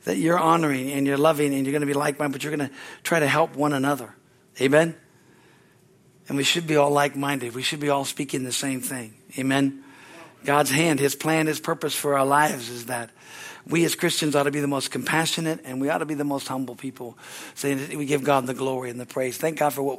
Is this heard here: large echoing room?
yes